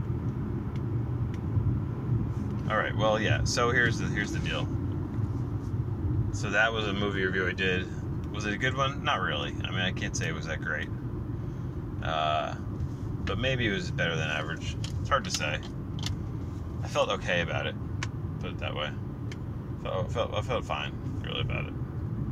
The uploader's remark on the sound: The posting of the THREE morning pods i recorded in my car, that is.